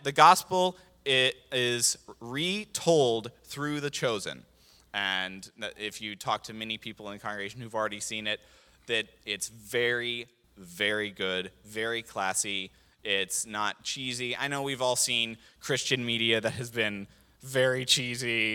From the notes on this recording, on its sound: This JAT was recorded live on September 25th, 2022 at Newark United Pentecostal Church.